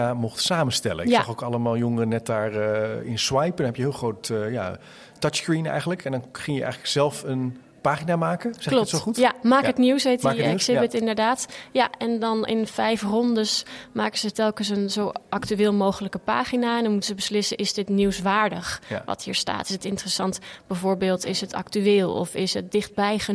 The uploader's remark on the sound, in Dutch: In deze aflevering loop ik door het Beeld en Geluid museum in Hilversum! Op ontdekkingsreis bij Beeld en Geluid in Hilversum.